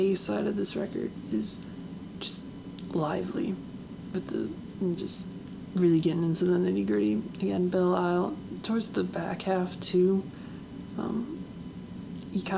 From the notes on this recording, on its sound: Microphone was extra noisy today.